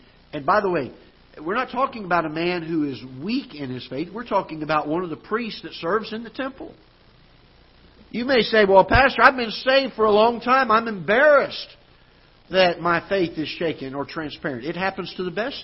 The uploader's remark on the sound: Ketha Heights Baptist Church ~ Live Broadcast